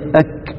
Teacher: عندنا حرف انفجاري مهموس، القاف حرف انفجاري مجهور مش كده ولا ايه؟